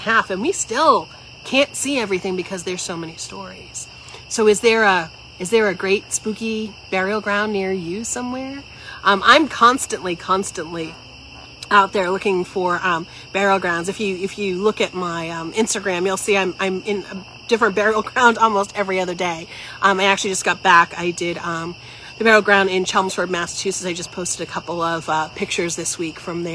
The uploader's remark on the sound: Recorded outside in the evening amongst the backdrop of crickets and night birds.